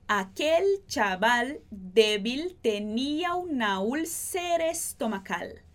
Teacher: a gente praticamente tira esse A do finalzinho de úlcera